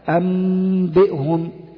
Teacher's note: البعض قال بإطباق الشفتين من غير جزم